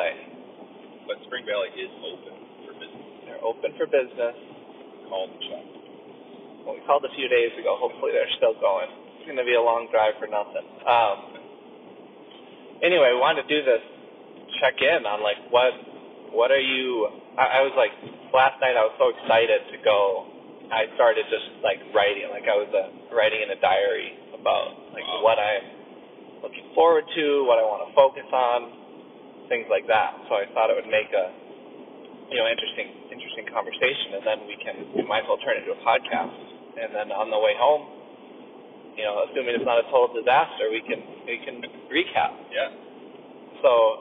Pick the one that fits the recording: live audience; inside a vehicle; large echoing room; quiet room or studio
inside a vehicle